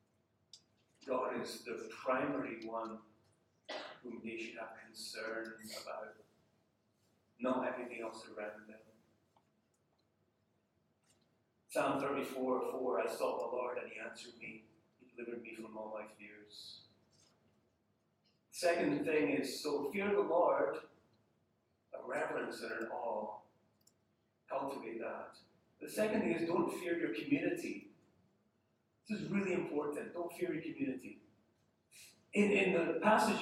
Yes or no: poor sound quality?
yes